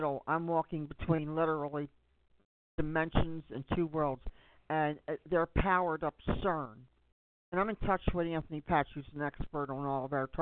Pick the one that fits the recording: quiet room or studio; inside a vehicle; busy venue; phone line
phone line